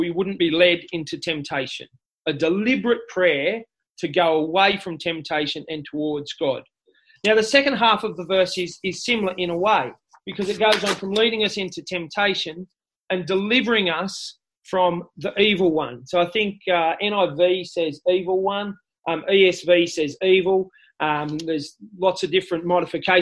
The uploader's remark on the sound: This talk was delivered via Zoom.